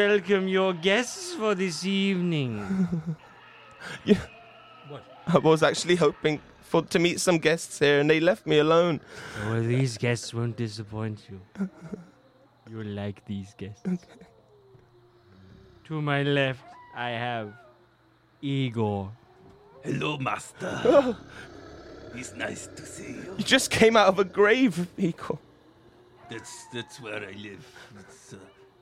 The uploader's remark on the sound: broadcasts the show live from a graveyard!